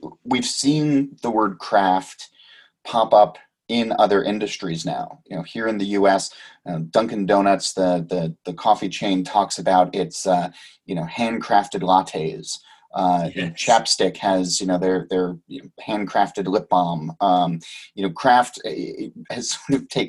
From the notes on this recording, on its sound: Joined the show via Zoom. From London.